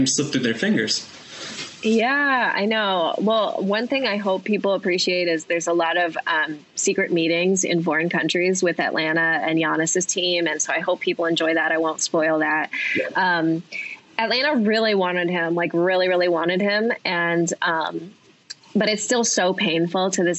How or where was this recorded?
video call